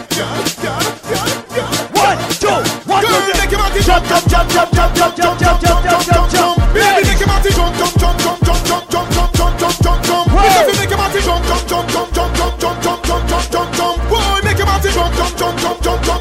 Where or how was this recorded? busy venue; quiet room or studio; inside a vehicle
busy venue